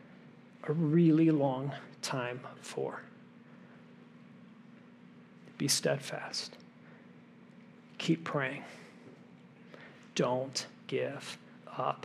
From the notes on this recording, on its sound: This message was originally preached at Highpoint Church on Sunday, November 19, 2023